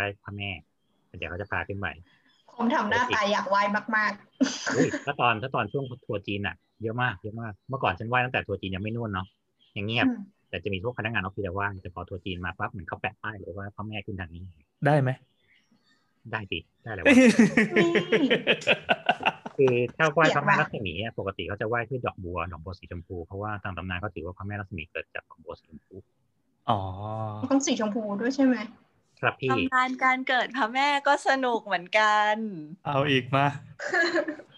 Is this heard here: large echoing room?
no